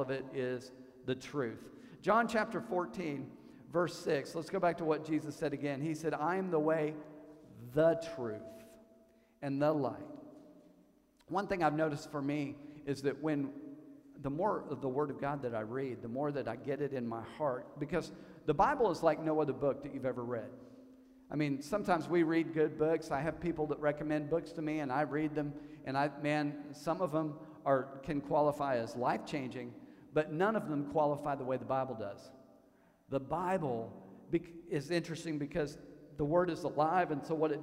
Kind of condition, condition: setting, large echoing room